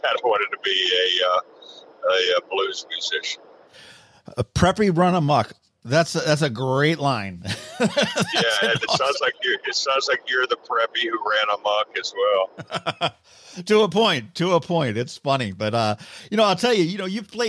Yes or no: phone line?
yes